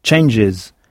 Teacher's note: On s'est contenté d'ajouter un S à la fin, mais contrairement au français, c'est un S sonore. Dans le cas de « changes », on entend un son « is » à la fin